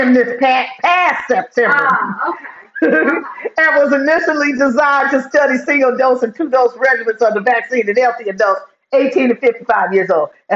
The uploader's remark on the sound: I spaced out and forgot to hook up the sound.